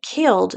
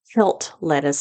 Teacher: instead of killed lettuce, they would have said kilt lettuce with the intrusive T · Shown in: second take